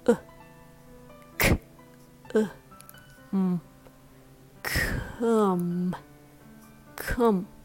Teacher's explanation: The letter O is not pronounced ah or o it's reduced and becomes a schwa sound.